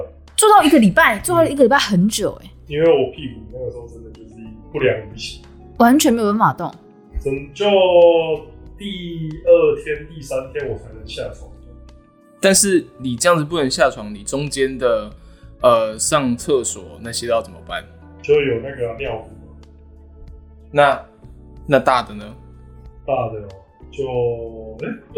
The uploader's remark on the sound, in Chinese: 早期節目錄音品質不佳，敬請見諒